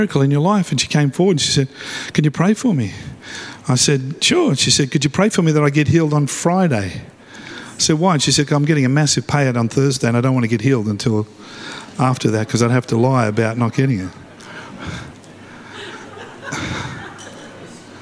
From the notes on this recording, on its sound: live at Freshwater Church on Sunday the 25th February, 2024